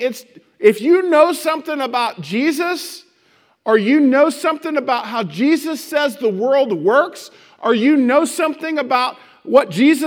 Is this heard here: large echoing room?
yes